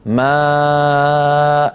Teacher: فلما وقفنا عليها أبدلنا التنوين ألفا، وصادف أن كان قبل هذا التنوين همزة، فشكلت الهمزة مع الألف المنقلبة عن تنوين ما يشبه البدل آ ما آ.